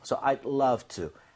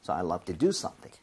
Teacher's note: 이럴 경우에 I'd 이렇게 하지 마세요. D 사운드는 거의 안 납니다. 그래서 차라리 I'd 할 거면 D를 drop 하는 게 오히려 날 정도예요. 혀가 입천장에 살짝만 붙는다는 느낌이에요.